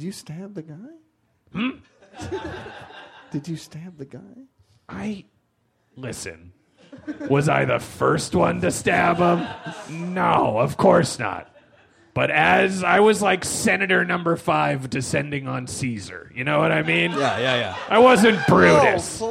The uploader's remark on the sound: Live at Bad Dog Theatre.